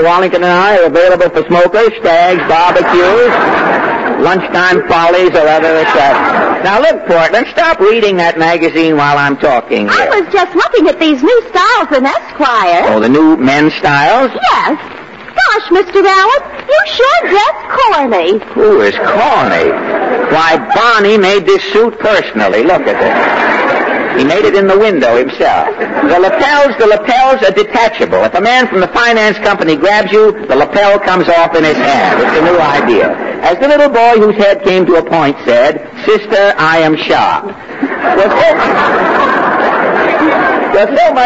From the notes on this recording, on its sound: Audio is a bit overdriven. I checked other sources, and it’s the same mushy quality no matter where I look.